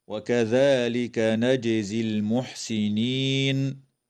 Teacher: تقلقل الجيم وصلا ووقفا في كلمة نجزي